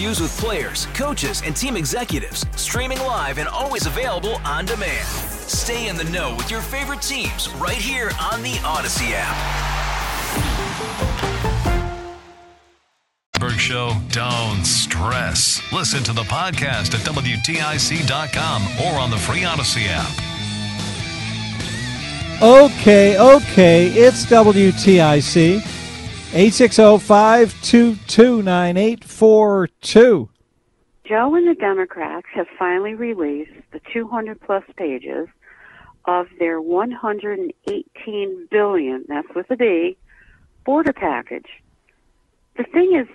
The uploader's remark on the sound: take phone calls